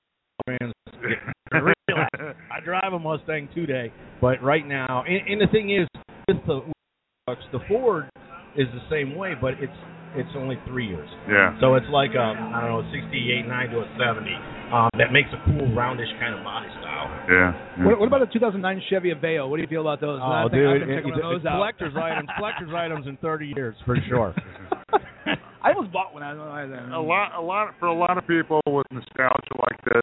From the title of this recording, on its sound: Live from Wrigley Field Bar and Grill